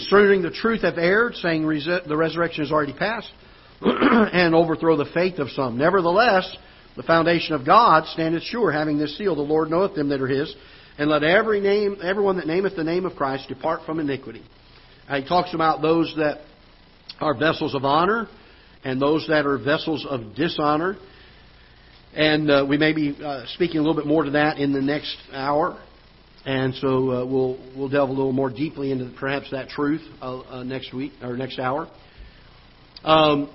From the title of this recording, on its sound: Ketha Heights Baptist Church ~ Live Broadcast